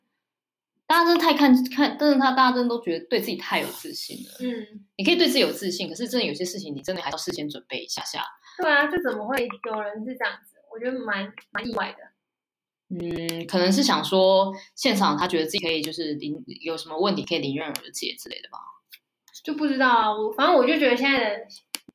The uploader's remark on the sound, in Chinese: 這集錄音品質稍差，請見諒